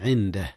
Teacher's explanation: أخفي النون قبل الدال، والدال من حروف الإخفاء